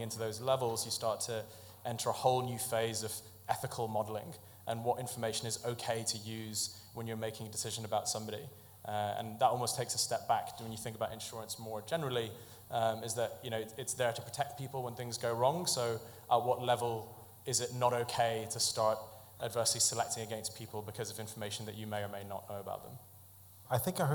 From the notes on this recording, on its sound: This week’s podcast features edited highlights. Chatting on stage with leading figures from AIG, Cytora, WhenFresh and Polar Capital at our live event in The Steelyard.